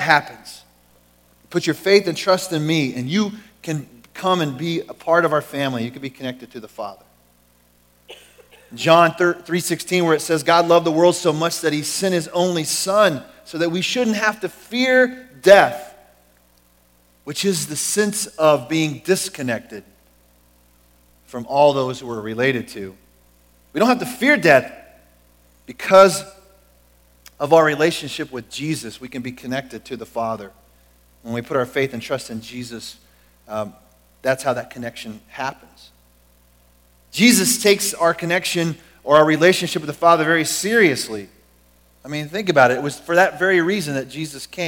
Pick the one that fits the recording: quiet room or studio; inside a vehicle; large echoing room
large echoing room